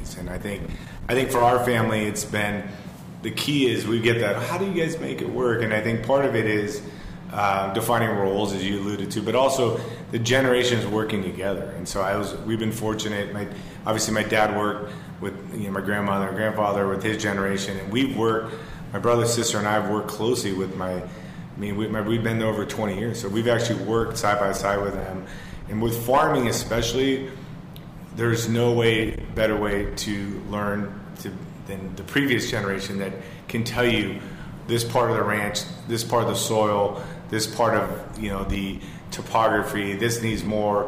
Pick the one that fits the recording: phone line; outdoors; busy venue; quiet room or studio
busy venue